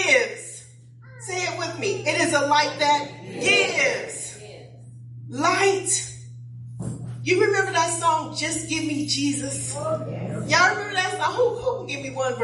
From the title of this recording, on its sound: Praise and Worship Service